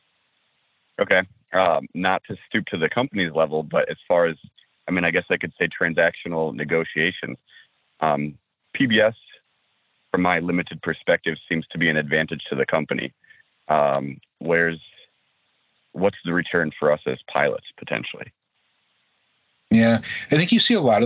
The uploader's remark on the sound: Weekly call in with the MEC. News and information from the MEC with Q&A at the end.